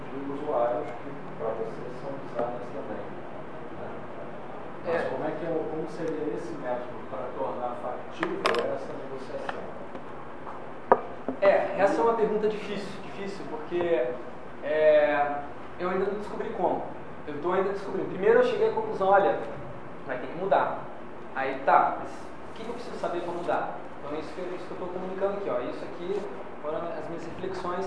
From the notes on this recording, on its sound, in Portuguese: Este podcast foi gravado durante a apresenta��o do artigo sobre o assunto no Congresso de Design da Informa��o. Este podcast foi gravado durante a apresenta��o do artigo sobre o assunto no Congresso de Design da Informa��o que aconteceu aqui em Curitiba semana passada.